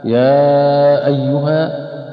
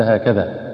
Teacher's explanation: فأتى حرف المد وجاء بعده همز، فيمد أربع حركات أو خمس